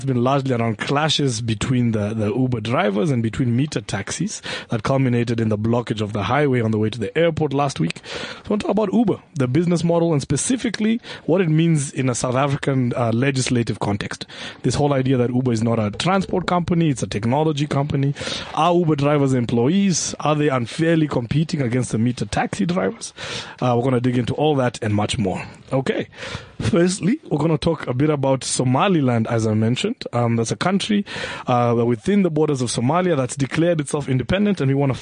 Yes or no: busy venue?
no